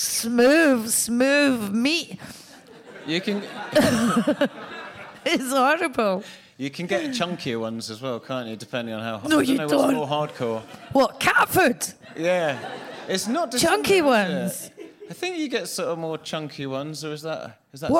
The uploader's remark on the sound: live at 21 Soho